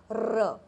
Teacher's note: र is a post एल्वेलार frictionless कंटिन्यूएंट